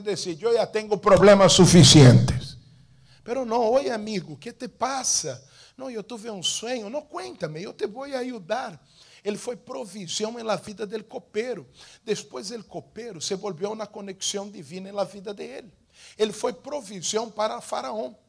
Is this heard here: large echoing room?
yes